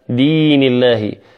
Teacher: فمن قال دين الله لم يمد، فلابد من المد والتمطيط هنا